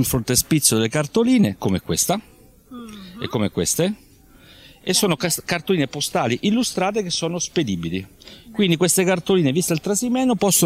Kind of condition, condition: setting, busy venue